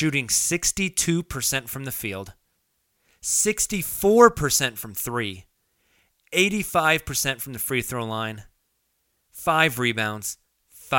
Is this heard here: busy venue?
no